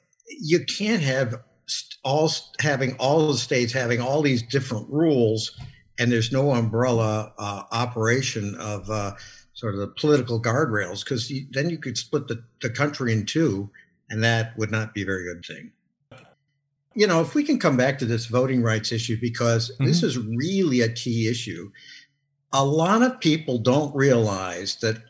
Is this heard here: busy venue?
no